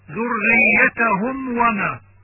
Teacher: وهو أشد إظهارا لأن الميم والواو من مخرج واحد وهو الشفتان · Term: إظهار شفوي